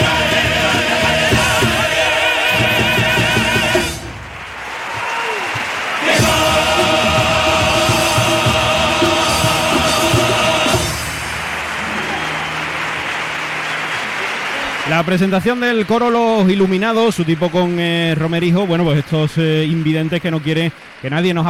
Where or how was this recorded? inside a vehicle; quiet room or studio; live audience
live audience